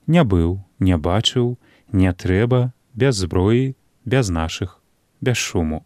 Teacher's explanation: Такі самы выразны гук А абавязковы і ў часцінцы «не», і ў прыназоўніку «без», калі яны стаяць у першым складзе перад націскам.